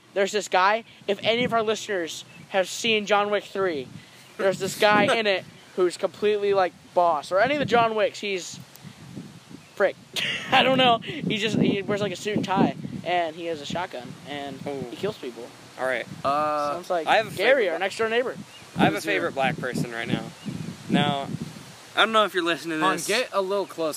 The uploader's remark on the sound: Sorry about the wind.